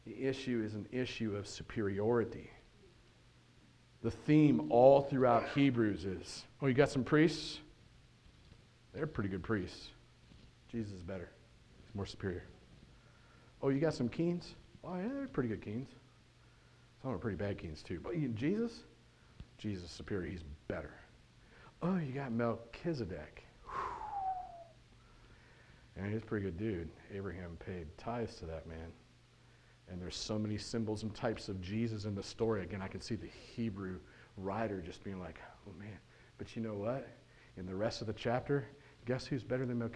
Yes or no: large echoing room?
yes